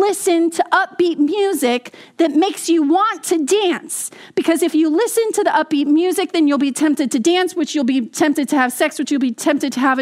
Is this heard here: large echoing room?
yes